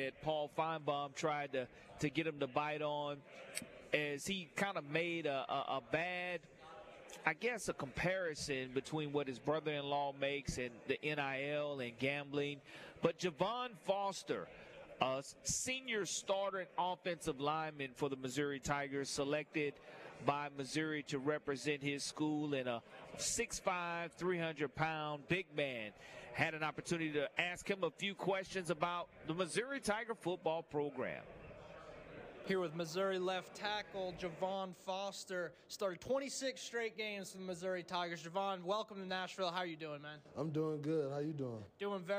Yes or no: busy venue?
yes